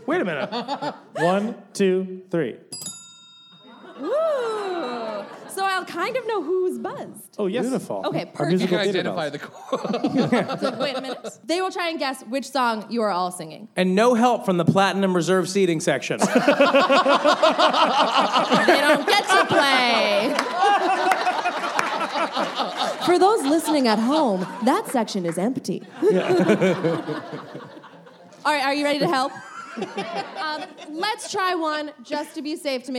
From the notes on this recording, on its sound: LIVE at BroadwayCon 2019!